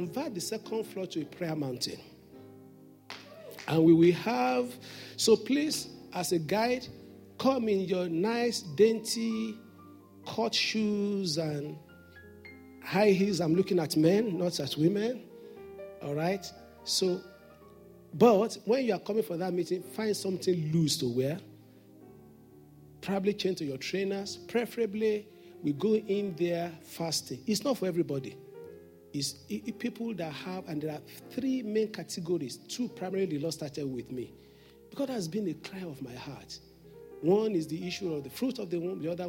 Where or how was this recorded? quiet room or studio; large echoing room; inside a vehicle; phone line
large echoing room